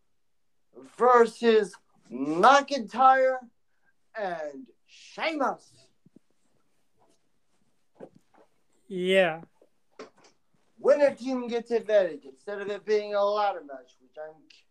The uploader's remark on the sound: I apologize for the audio quality